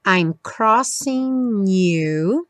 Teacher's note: o G do crossing não é pronunciado. Juntou o N no U.